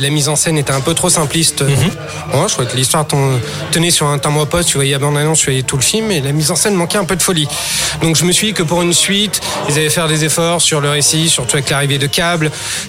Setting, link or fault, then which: setting, busy venue